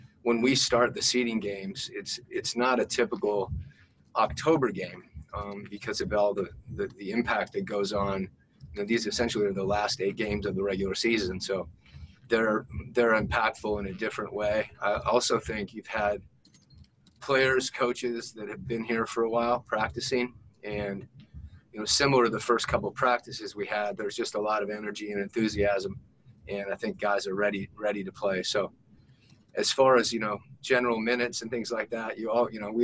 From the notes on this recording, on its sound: Talked to the media via Zoom conference. In Orlando, Florida.